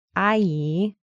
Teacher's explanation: 阿 is first tone and 姨 is second tone.